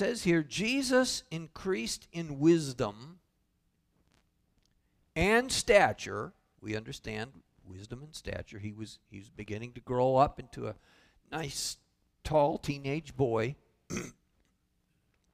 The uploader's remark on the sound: Calvary Assembly of God live Stream